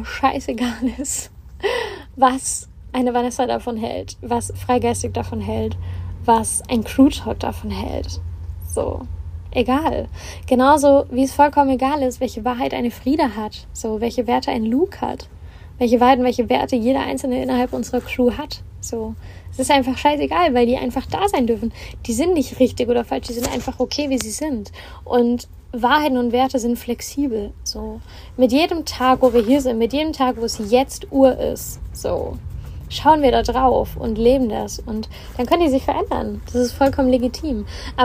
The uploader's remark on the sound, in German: Live aus dem Van. In der heutigen Folge schnacken wir live aus dem Van.